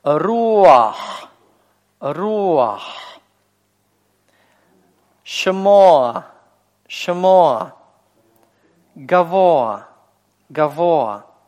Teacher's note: Но вот исключением из этого правила является как раз беглый патах. Беглый патах всегда произносится перед конечной гортанной, не после нее.